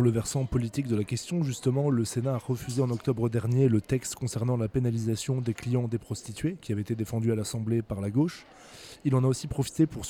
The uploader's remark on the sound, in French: Pour ce deuxième sous-marin enregistré au centre des congrès